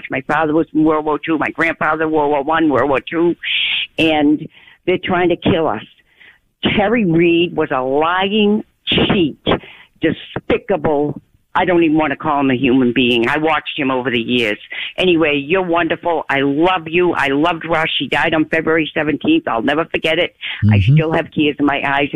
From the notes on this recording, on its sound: From NewsRadio 740 KTRH in Houston. Goes to the phones to take your calls.